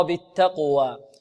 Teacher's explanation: كلمة التقوى هذه عندنا فيها التاء ماذا؟ مرققة، والقاف فخمة، والواو مرققة